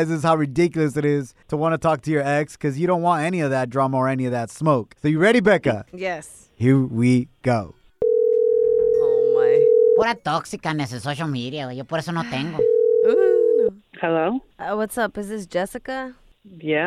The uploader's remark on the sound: We opened up the phone lines and asked our listeners